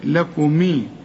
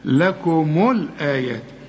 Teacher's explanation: خد بالك الميم بتاعت لكم مضمومة عند الوصل · Shown in: second take